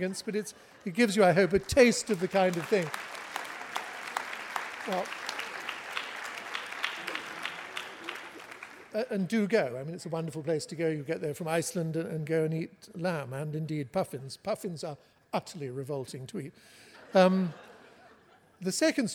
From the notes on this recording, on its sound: Writers on a New England Stage. Recorded live at The Music Hall in Portsmouth, NH. This archive program may still contain broadcast elements from the time it aired.